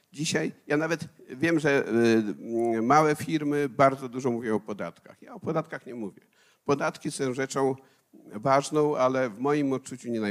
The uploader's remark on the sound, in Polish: Odcinek jest nagraniem wystąpienia z Weekendu Kapitalizmu - trzech dni celebracji wolności, niezależności i dobrego biznesu; prelekcji, debat i pokazów filmowych. W warszawskim Teatrze Palladium.